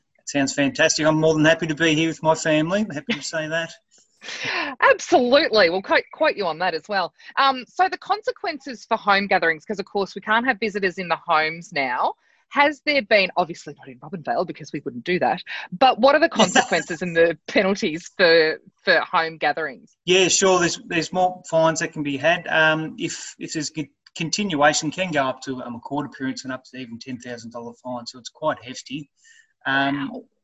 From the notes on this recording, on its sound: Was done over zoom without the other fancy gear, I’ve tried as hard as possible to improve audio quality, so I do apologise.